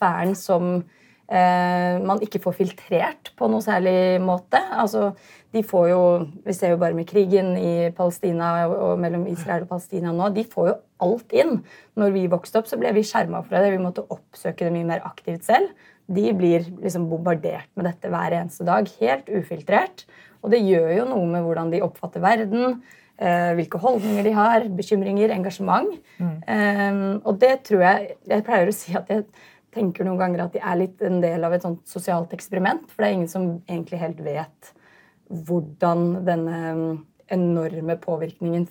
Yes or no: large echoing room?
no